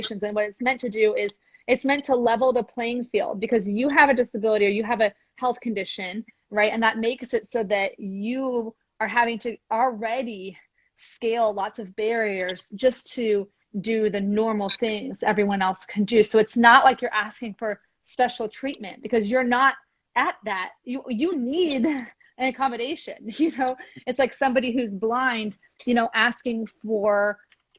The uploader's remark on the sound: This conversation originally took place as an Instagram Live discussion in September 2021.